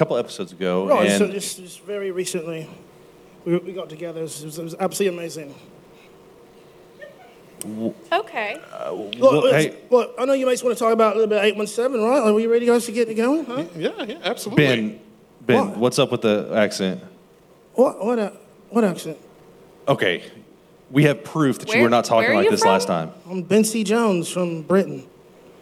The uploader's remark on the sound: a live recording from our favorite venue